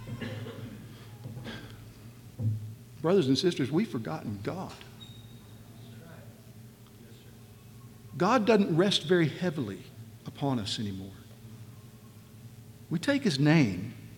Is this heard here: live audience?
yes